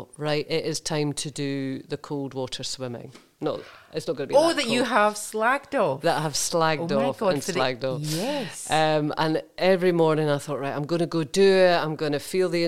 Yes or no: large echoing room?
no